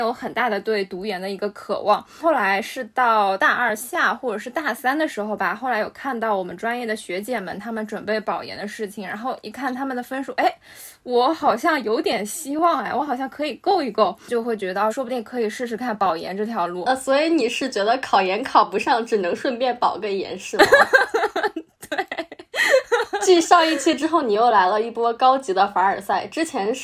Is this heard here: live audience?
no